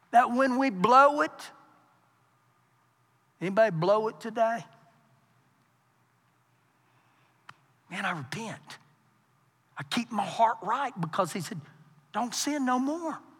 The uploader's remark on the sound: Recorded live during our Wednesday night service